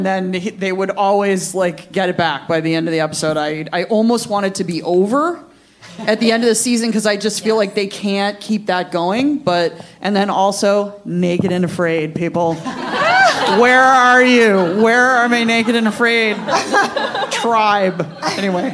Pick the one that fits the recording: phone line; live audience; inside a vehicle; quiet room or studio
live audience